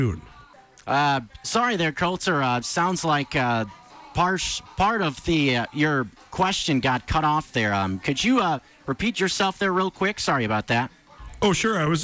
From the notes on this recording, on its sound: live from his seat in the press box at Ogren Park